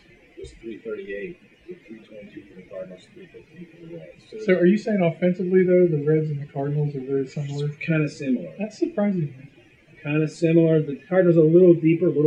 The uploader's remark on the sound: Please forgive the audio quality. We had some technical issues, but we wanted to post this show anyway.